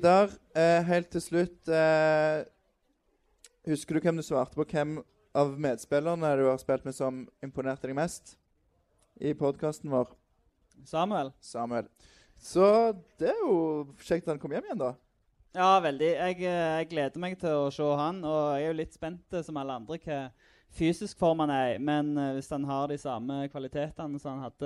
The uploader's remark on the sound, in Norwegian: Vikingpodden LIVE del 2 – 15. sep. 2023. Andre del av Vikingpoddens liveshow fra 15.